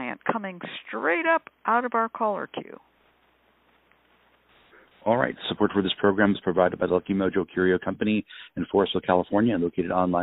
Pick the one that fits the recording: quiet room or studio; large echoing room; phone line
phone line